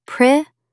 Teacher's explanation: Put the stress on the second syllable.